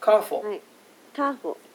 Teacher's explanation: カーフォのフォーはちょっと下唇を摩擦させるといいですね